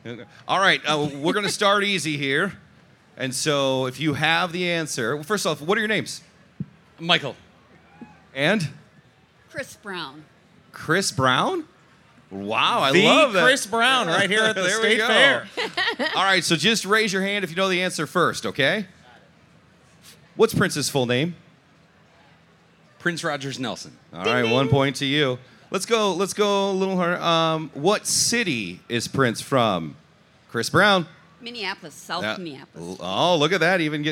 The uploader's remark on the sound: Live from the MN State Fair! Say Too Much LIVE from the Minnesota State Fair!